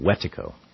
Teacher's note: the way they pronounce it is to emphasize the first syllable